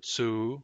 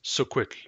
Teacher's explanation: The root is su, su, short u. The continuous form has a long u, su, and the complete form is suquit, short. So I would say that the root is su, and that root is never pronounced by itself.